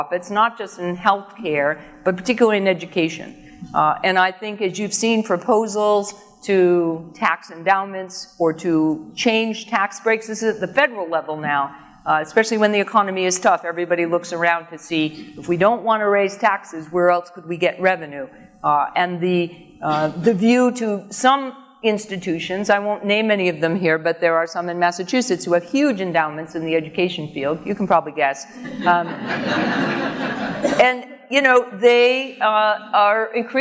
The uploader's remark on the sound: AAFCPAs Seminar Keynote. Answers specific case questions from audience members.